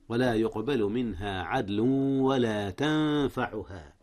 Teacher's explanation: أخفي النون قبل الفاء · Term: إخفاء